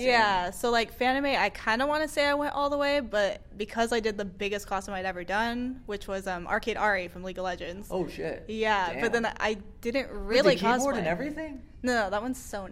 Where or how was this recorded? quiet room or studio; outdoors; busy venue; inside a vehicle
busy venue